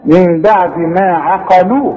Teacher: شوف العين برققها ازاي شوف القاف بفخمها ازاي شوف اللام برققها ازاي